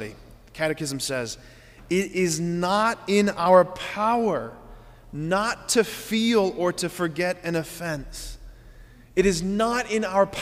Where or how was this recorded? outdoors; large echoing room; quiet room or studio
large echoing room